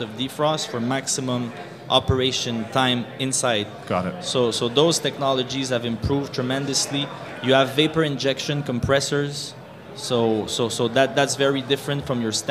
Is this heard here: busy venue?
yes